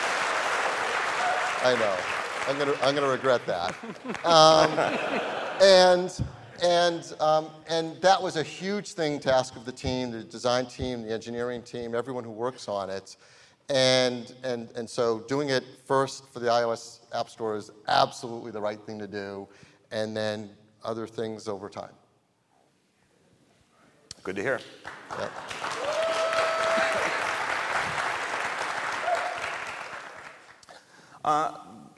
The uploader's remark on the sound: Live From WWDC 2017. Recorded in front of a live audience at The California Theatre in San Jose.